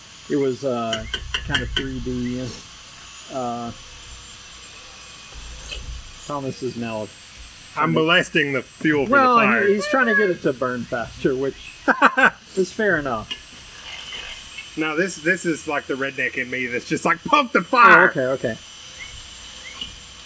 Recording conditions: outdoors